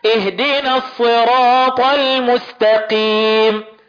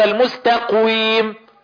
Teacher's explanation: الصاد بتطلع من طرف اللسان والقاف بتطلع من أقصى الحلق أقصى اللسان، ففيش عمل للشفتين فيه · Shown in: first take · اهدنا الصراط المستقيم وليس المستقويم، فده خطأ.